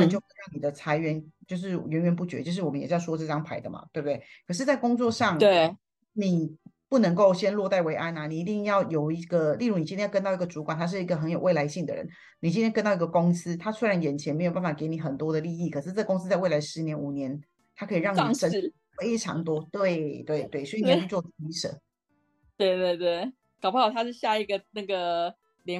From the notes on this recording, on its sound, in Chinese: 透過連線的方式來進行錄音。如果音質上有任何的不穩定再請大家多多包涵。